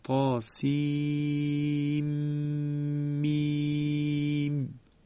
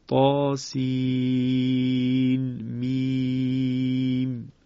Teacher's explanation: طبق روایت حفص اینجا ادغام صورت میگیره، قاسیم میم، یعنی نون انتهای حرف سین از بین میرود و میم اول حرف مقطع بعدی در واقع مشدد میشود · Shown in: first take · حرف نون در انتهای کلمه سین و همینطور میم در ابتدای حرف مقطعه بعدی را از هم تفکیک کرده به این شکل، قاسین میم، یعنی از هم جدا می شود. · Term: اظهار